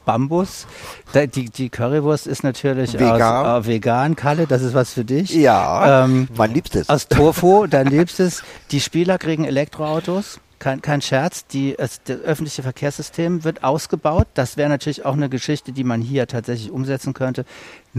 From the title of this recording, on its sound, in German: Ein Fußball-Tribünen-Gespräch